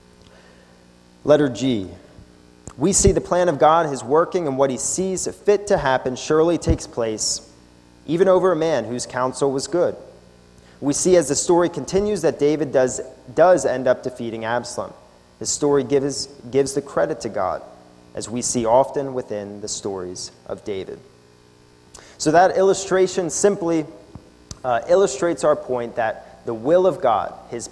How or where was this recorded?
large echoing room